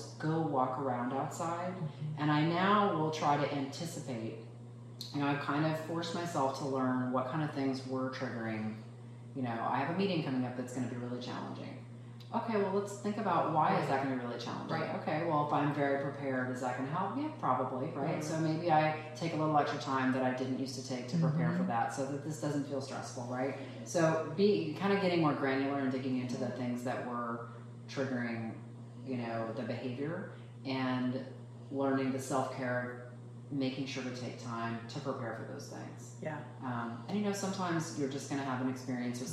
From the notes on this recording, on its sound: Audio recording was sadly lost on this episode. Obviously this is not our normal sound quality.